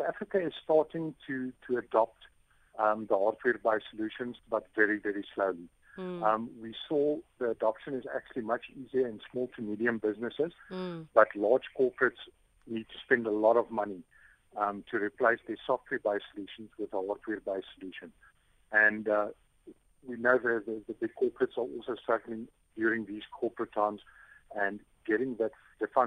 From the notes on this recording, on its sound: we are joined on the line